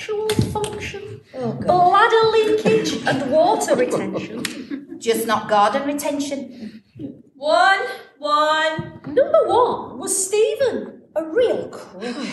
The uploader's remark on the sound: record live from the first ever cast read-through of 'By George'